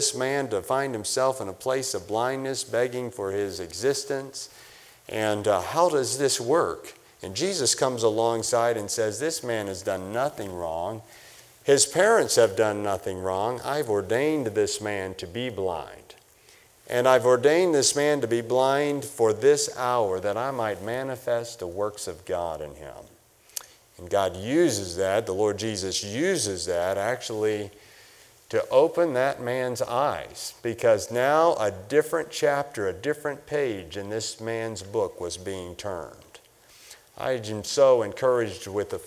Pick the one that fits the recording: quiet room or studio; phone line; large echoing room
large echoing room